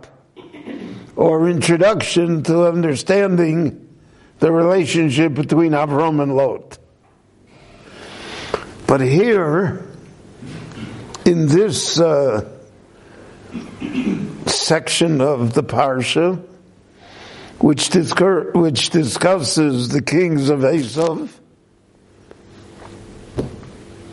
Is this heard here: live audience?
yes